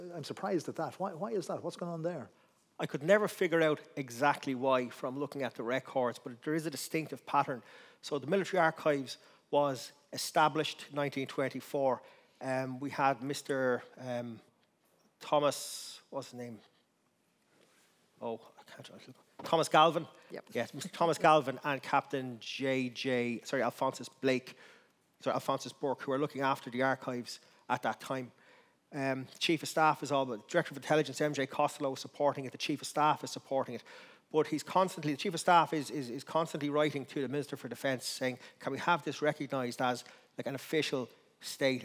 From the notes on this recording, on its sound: Recorded in the RDS Library as part of The Dublin Book Festival 2022